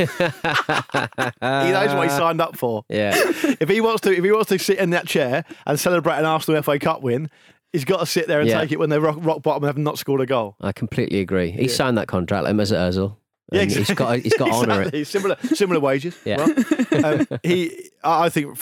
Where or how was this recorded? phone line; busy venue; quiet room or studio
quiet room or studio